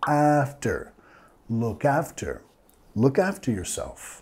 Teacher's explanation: Vamos a enfatizar la primera sílaba.